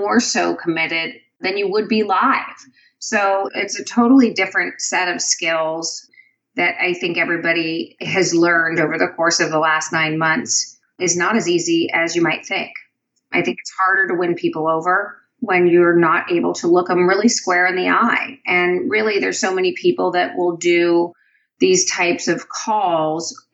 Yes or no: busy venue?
no